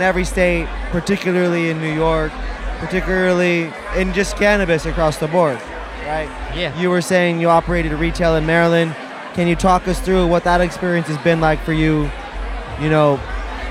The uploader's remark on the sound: Live In NYC At The Media Mixtape Vol 1 MJ Unpacked After Party. Live in New York City during MJ Unpacked at the Media Mixtape Vol.